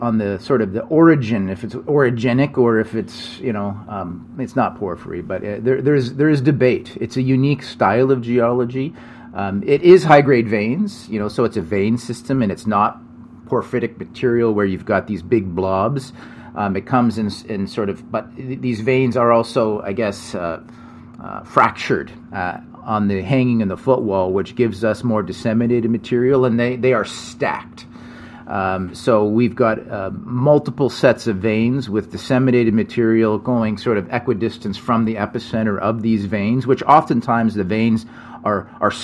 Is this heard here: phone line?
no